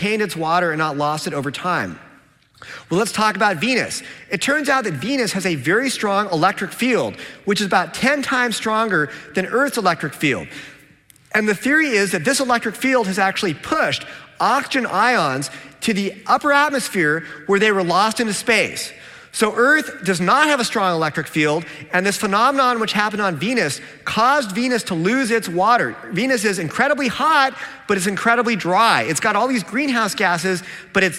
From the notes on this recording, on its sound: a Q&A with his original audience